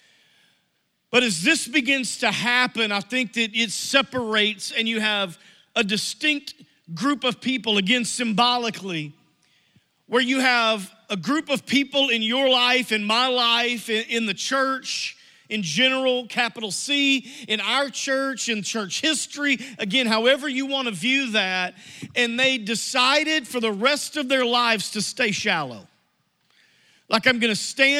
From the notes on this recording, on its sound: Message Audio from New Life Church - Searcy, AR